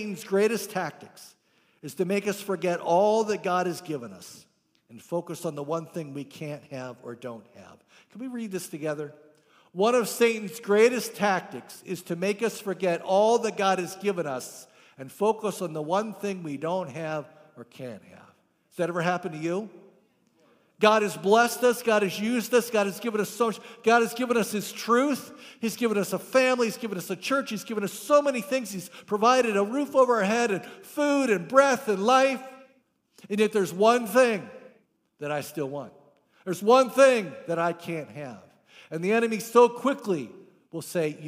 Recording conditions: large echoing room